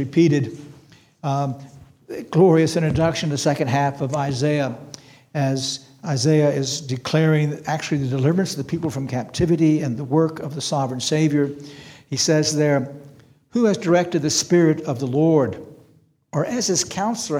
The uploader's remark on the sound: This sermon was preached on April 2, 2023 at Antioch Presbyterian Church, a mission work of Calvary Presbytery of the Presbyterian Church in America located in Woodruff, South Carolina.